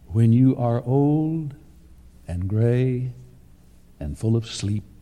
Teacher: 10 words, all of one syllable, simple but evocative, and the poignant music they make with those long vowels on each key word.